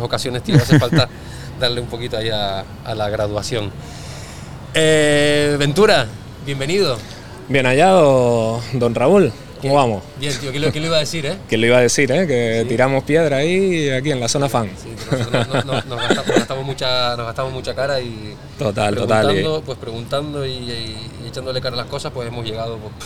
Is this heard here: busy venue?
yes